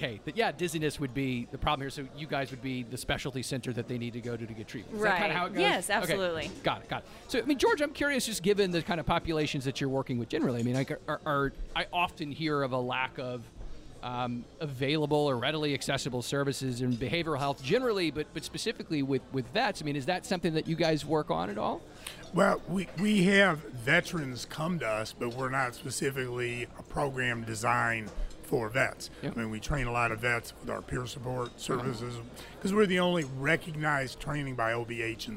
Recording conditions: busy venue